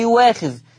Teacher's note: طيب لما تجيني همزة مفتوحة وقبلها حرف مضموم، هقول تاني، خلي بالكم الله يرضى عليكم، لما تيجي همزة مفتوحة قبلها حرف مضموم ايه اللي هيحصل؟ هتبدل هذه الهمزة المفتوحة الى واو مفتوحة